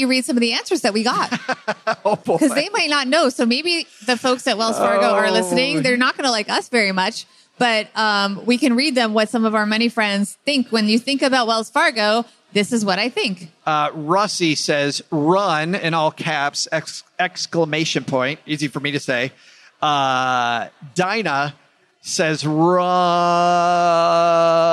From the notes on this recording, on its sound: Live from PodFest. We traveled to Orlando. While there we performed a LIVE show.